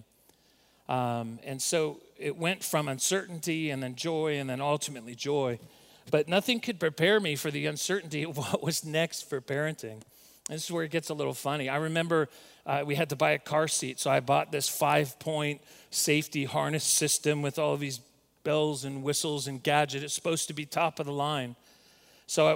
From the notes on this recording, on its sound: recorded at Northlands Church on April 5, 2020